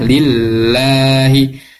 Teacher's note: lillah lahnya ini tarkik tipis dan dibacanya panjang